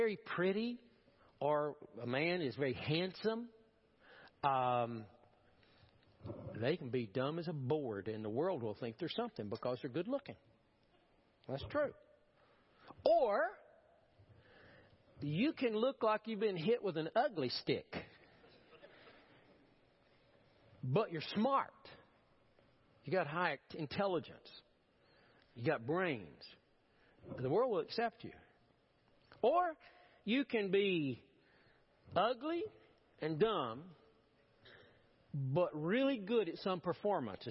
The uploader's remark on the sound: Preached at First Baptist Church of Powell, 10/23/2016.